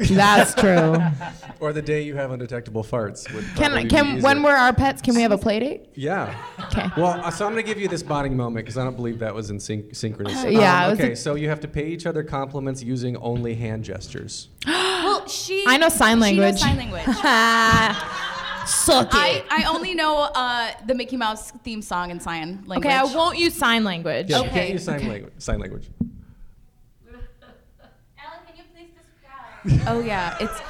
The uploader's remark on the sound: At this year’s BroadwayCon, The Broadway Podcast Network family — went BIG! This week’s Episode is from our live recording.